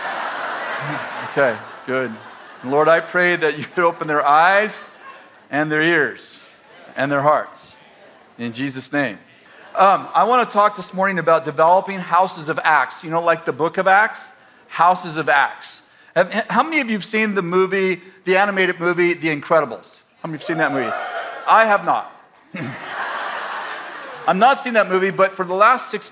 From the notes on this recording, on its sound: In this throwback message from December 12th, 2017 at Bethel Church in Redding CA.